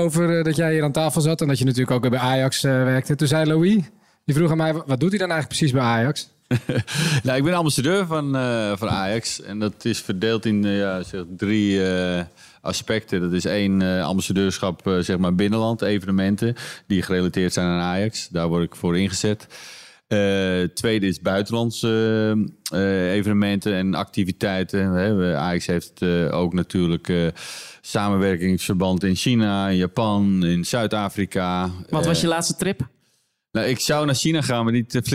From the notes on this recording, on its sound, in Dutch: Vanaf het Winterfestival. Op het Ajax Winterfestival spraken we met een Ajax-legende.